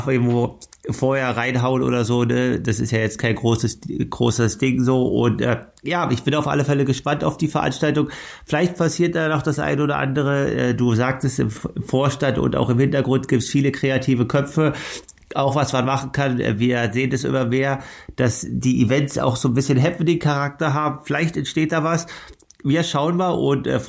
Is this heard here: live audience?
no